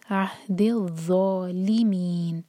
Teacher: الظالمین ظا کو زا نہیں پڑھنا ظالمین نہیں کہیں گے یہ ظا آپ کی زبان اوپر والے دانت پر لگ کر ٹپ تھوڑی باہر ہوگی اور پھر اپنے منہ بھر کر پڑھنا ہے